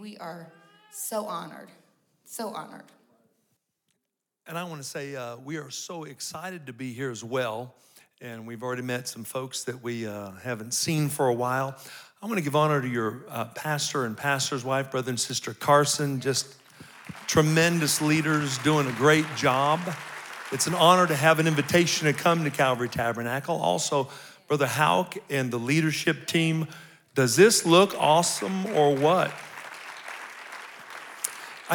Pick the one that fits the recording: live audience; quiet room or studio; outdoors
live audience